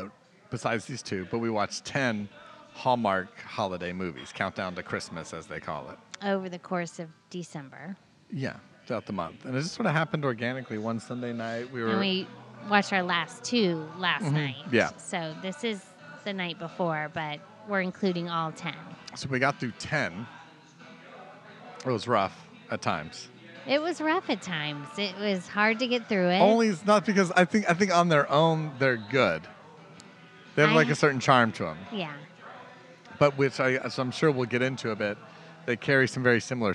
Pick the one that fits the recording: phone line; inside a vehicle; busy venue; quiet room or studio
busy venue